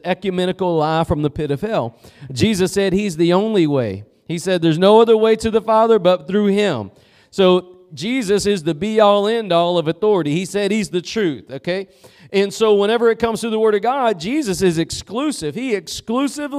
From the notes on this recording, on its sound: Preached at Gospel Lighthouse in Bossier City, La.